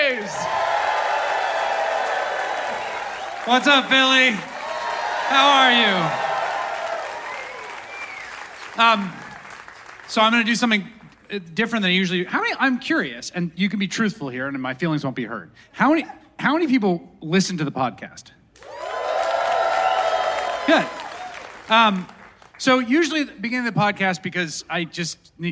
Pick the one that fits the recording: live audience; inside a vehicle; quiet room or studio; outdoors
live audience